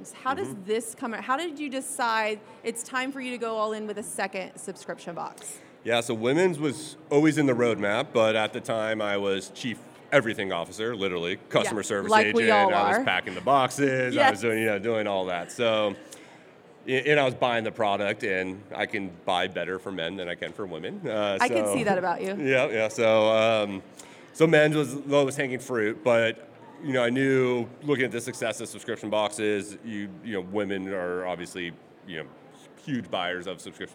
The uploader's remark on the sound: Recorded LIVE at SubSummit.